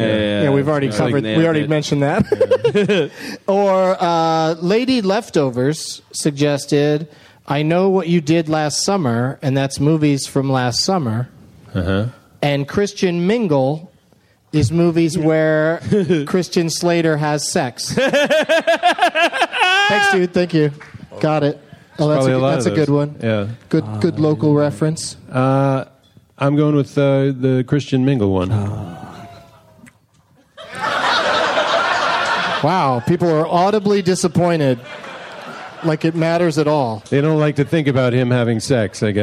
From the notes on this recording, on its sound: Live from Cap City Comedy Club in Austin, TX